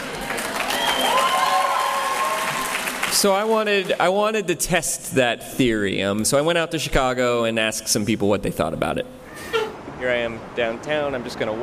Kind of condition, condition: setting, live audience